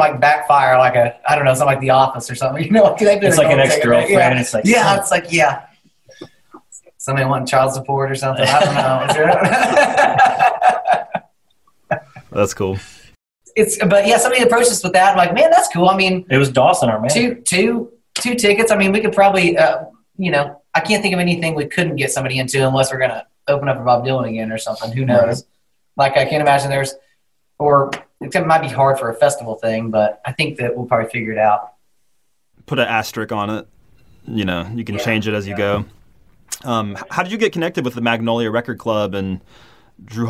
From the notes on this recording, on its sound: over Zoom